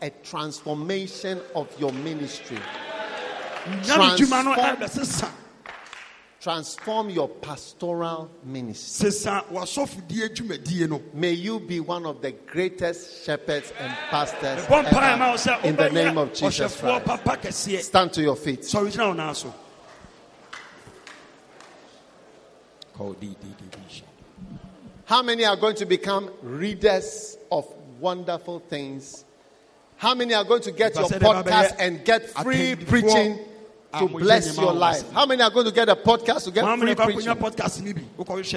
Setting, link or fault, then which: setting, live audience